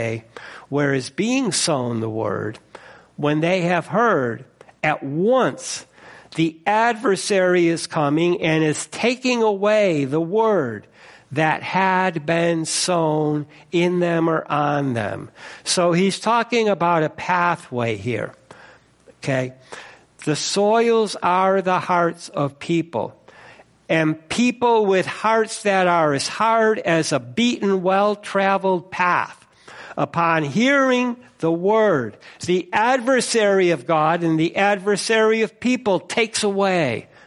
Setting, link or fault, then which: setting, large echoing room